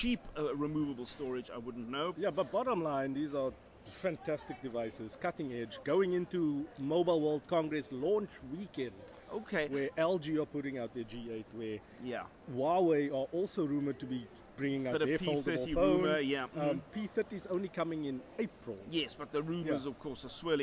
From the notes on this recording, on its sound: Recorded at Cape Town International Airport.